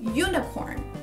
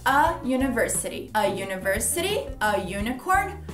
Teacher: O som de você em inglês, you. So the word unicorn begins with the sound of a consonant, which is the Y. Então a palavra unicorn já começa com uma, um som de uma consoante, que é o Y, unicorn.